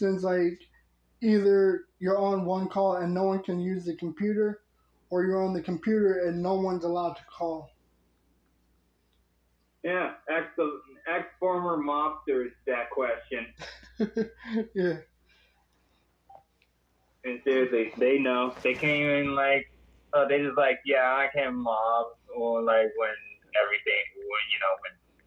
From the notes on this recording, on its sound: on an over the phone recording session